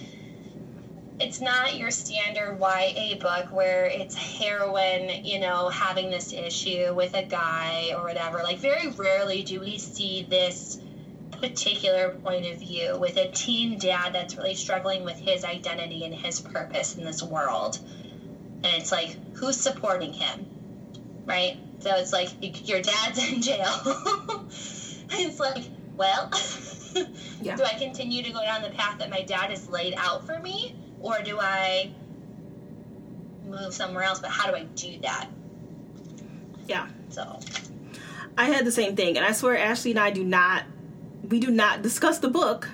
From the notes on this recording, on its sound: Is in the process of moving so please excuse the sound quality.